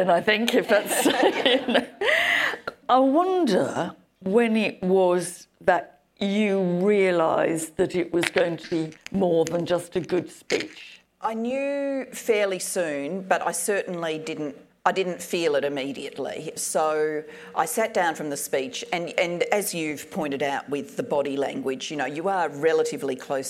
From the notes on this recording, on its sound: Recorded live from the event for the Global Institute for Women’s Leadership at King’s College London.